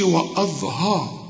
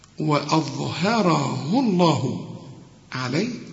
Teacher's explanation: هترقق الواو والهمزة وهترقق كمان الهاء · Shown in: second take · وأظهره الله عليه، كلها مرققة.